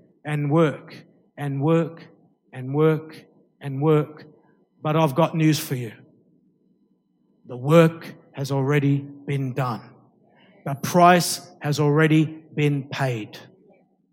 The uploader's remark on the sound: Recorded live at Light of the World Ministries Church in March 2014.